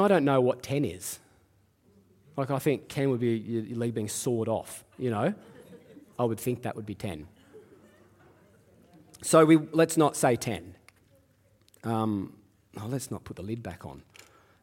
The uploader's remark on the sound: Live at Echo Church Melbourne